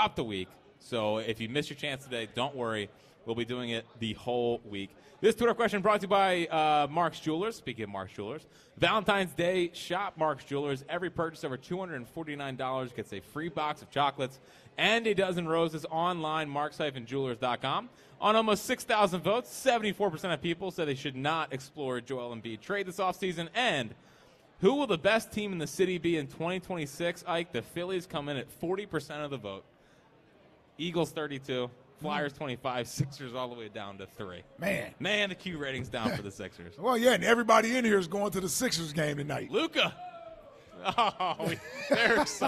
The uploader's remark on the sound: live from Chickies in South Philly